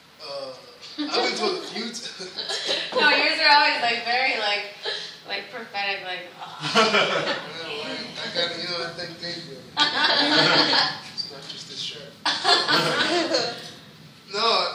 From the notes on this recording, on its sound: at 24:30—(open the questions up to the audience)